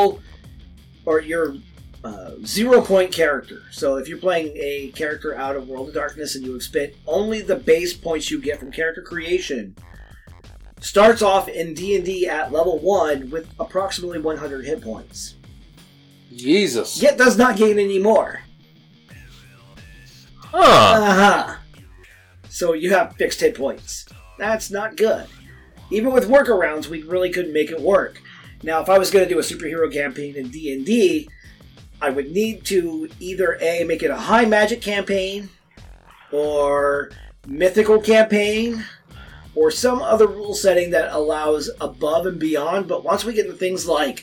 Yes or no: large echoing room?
no